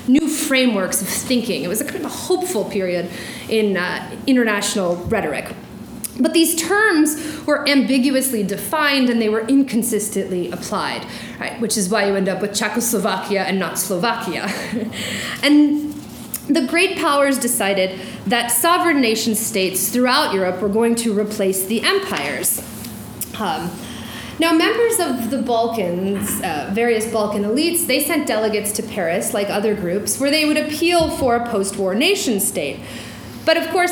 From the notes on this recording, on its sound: During this talk at the University of Washington